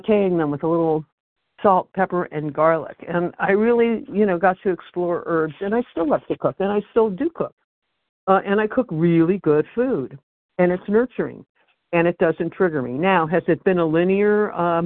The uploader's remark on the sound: Phone Meeting, 12/28/23.